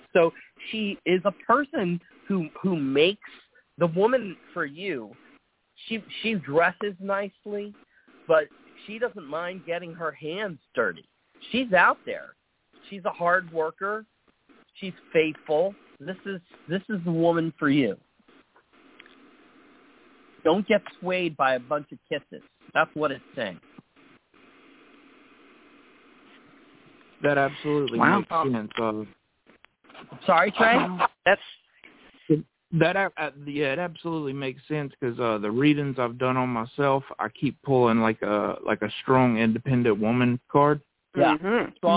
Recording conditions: phone line